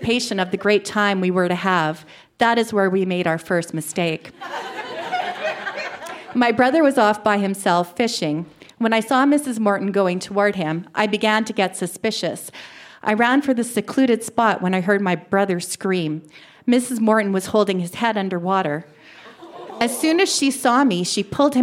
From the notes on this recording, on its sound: Recorded live at the Artesian in Regina, SK.